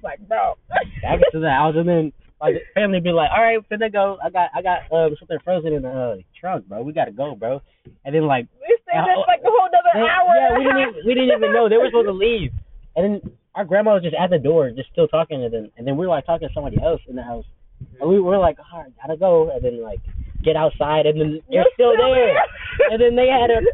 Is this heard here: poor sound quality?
yes